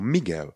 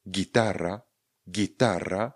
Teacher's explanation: Respektive my vynecháme výslovnost toho Učka. Ono je v podstatě němé pro nás tu chvíli.